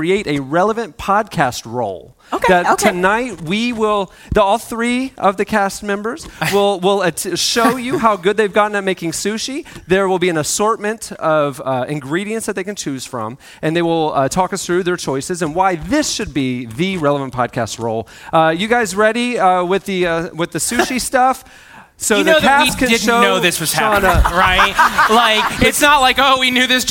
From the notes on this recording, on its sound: This week, we celebrate our 10-year anniversary by recording a live podcast in front of 800 people!